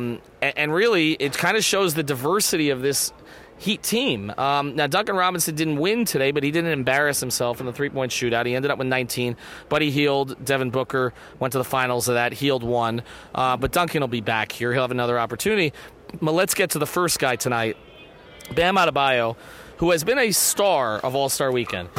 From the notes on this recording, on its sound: Hop on the mic live from NBA All-Star Weekend in Chicago.